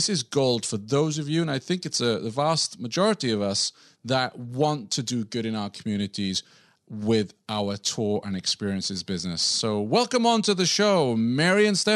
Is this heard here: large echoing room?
no